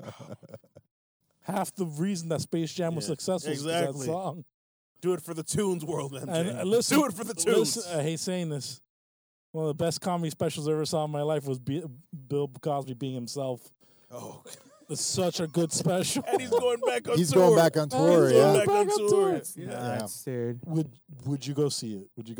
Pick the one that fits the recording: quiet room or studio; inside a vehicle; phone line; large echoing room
inside a vehicle